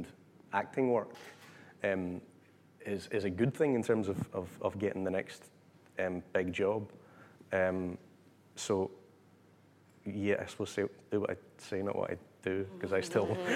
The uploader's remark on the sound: LIVE recording. Hosted by the West and South West London branch of Equity, and recorded live at the New Diorama, celebrating TUC Young Workers Month.